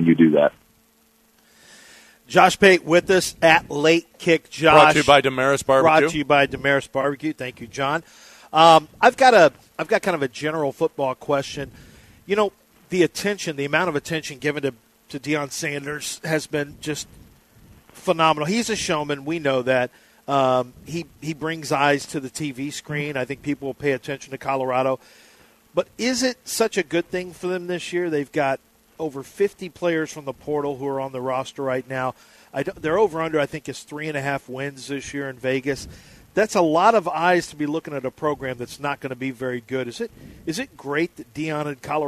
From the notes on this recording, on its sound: LIVE from the Golden Nugget Casino in Lake Charles